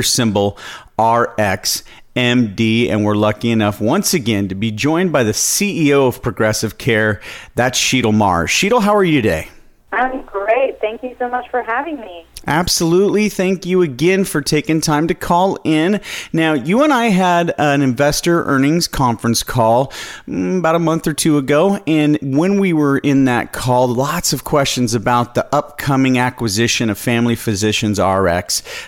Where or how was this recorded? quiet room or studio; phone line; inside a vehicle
phone line